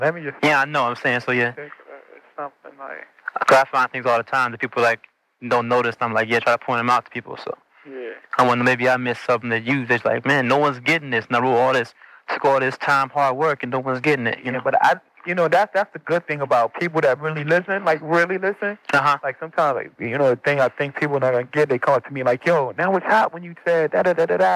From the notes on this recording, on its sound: The recording is from a call-in interview from my famed Time Travel Radio show. Time Travel Radio was on the air on WNUR 89.3 Evanston-Chicago.